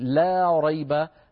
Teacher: اللام مرققة وراء ريب مفخمة، ولا نقول لا، العرب لا تفخم اللام إلا في لفظ الجلالة وفي كلمات خاصة على رواية ورش، ونحن الآن لا نقرأ برواية ورش حاليا.